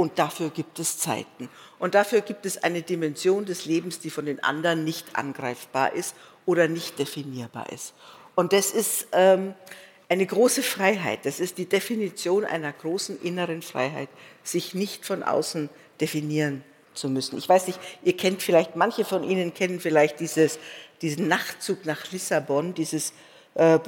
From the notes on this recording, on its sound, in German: vor dem Publikum unseres Podcast-Festivals